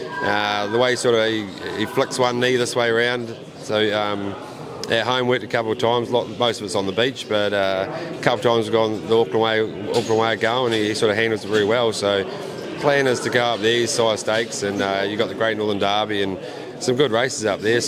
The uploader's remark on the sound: Joined me today at Addington Raceway